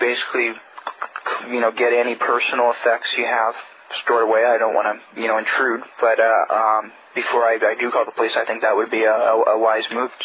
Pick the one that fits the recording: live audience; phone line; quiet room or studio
phone line